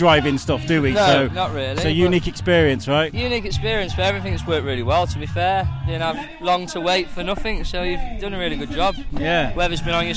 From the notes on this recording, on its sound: while he was at the Shropshire Drive in Festival's Circus weekend